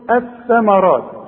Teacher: اتحولت اللام الى ايه؟ الى ثاء، دخلت جوه ادغمت